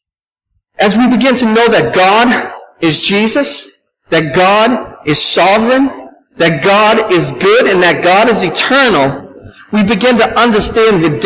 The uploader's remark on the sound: at Restoration Road Church in Wakefield, MA